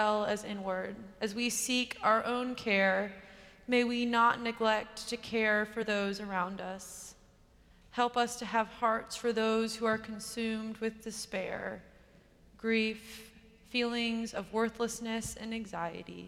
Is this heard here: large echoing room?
yes